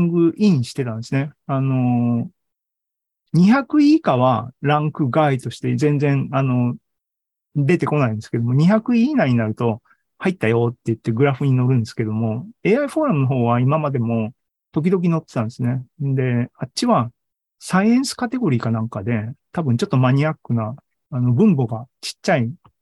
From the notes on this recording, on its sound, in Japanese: ２０２２年１０月２６日に開催した ZOOMライブの模様です